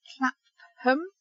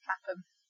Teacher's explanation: Because PH, like in photograph, is a F sound, but no, you ignore the H completely, and it's Clapham · Shown in: second take